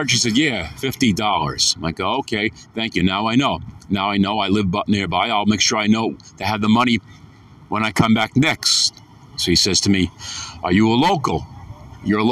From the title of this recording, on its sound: afternoon walk n talk